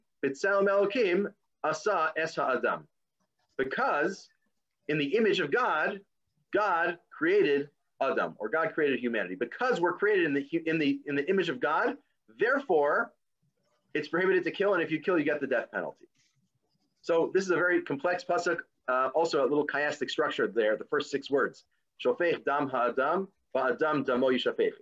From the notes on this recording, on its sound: This audio was originally captured from Zoom